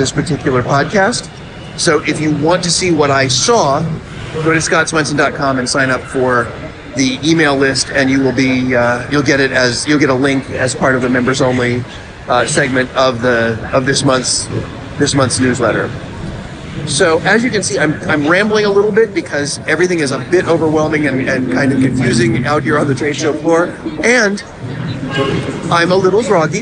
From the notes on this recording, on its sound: Recorded at the Transworld Halloween, Christmas, and Escape Room show in St. Louis (with a recap recorded in Indianapolis a couple of days later).